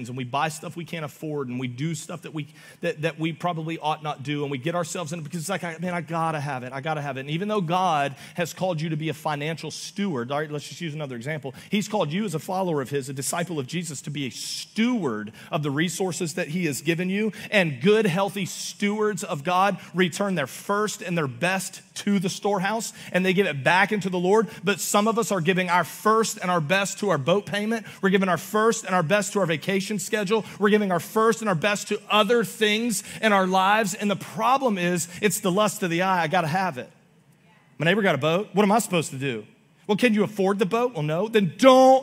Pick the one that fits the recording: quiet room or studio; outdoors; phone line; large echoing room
large echoing room